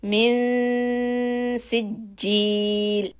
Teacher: The noon is ikhfa. Keep the tip of the tongue close to the bottom teeth and keep it straight so the noon ghunna is soft. Min sijil. And for the jeem shadda, try to bring the sound from the middle part of the tongue.